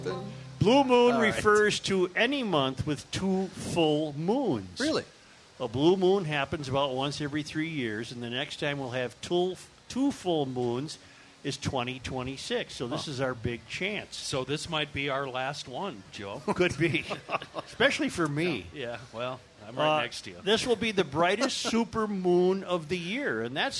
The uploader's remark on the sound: Day 3 from the MN State Fair!!